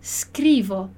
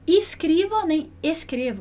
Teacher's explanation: E aí, toda vez que a gente tiver um S mudo, a gente tem que prestar atenção para não pronunciar um I ou um E antes, porque ele não tem ali, não tá. Eu começo a falar a sílaba só com S · Shown in: first take